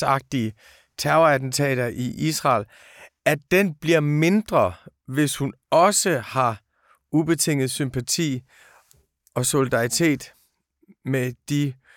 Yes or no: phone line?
no